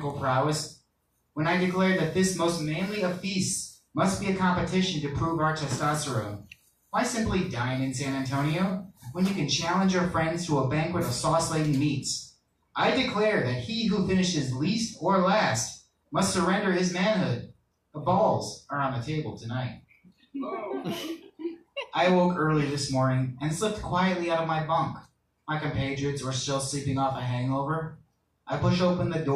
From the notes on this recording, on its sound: All Muses Monday Open Mic in Willoughby, OH at All AXS.